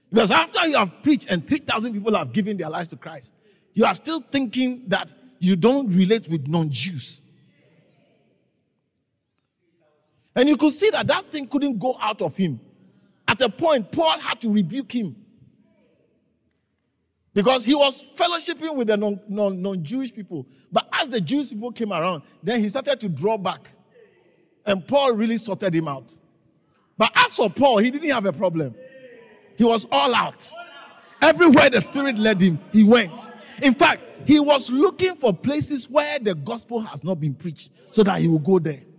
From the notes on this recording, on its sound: Preached at the Living Waters Cathedral.